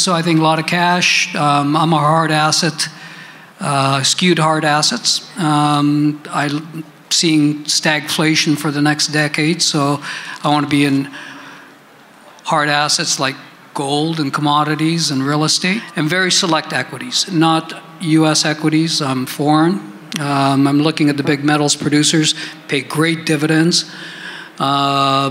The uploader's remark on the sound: At the Vancouver Resource Investment Conference by a panel of legends.